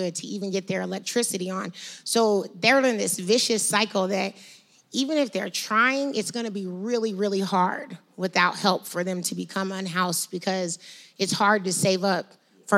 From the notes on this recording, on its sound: LIVE at Denver Startup Week. Elevated Denver hosted a live podcast recording.